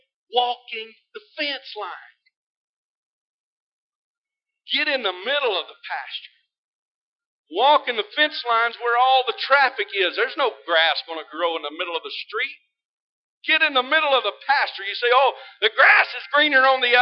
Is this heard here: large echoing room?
yes